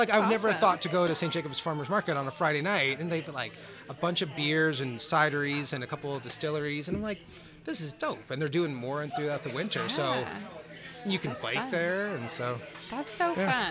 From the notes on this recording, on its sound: live broadcast from Adventurers Guild in DTK